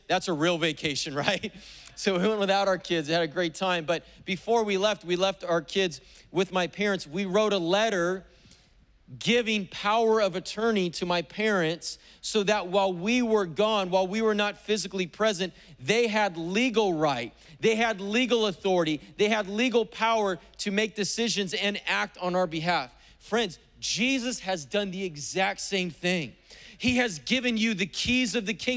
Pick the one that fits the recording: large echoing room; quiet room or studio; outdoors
large echoing room